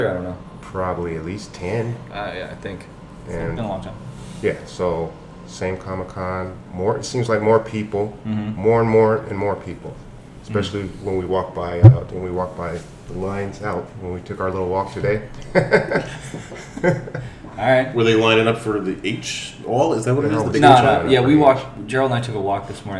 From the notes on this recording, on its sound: Live from San Diego Comic Con 2019. On this episode we are live from San Diego Comic Con.